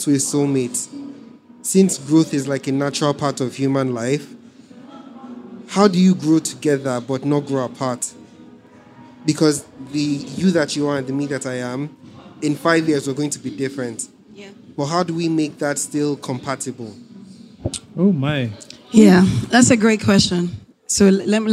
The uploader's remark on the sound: LIVE at AfricaNXT